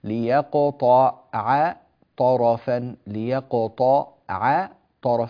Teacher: فعندي هذه الطاء المفخمة وهذه الطاء المفخمة وقع بينهما عين مرققة